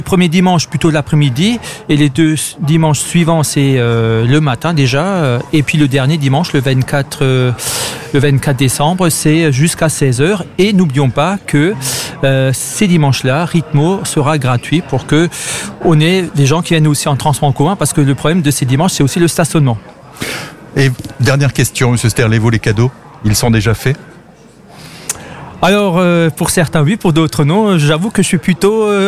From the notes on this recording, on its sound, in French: Emission en direct depuis la place Joseph Thierry à Haguenau.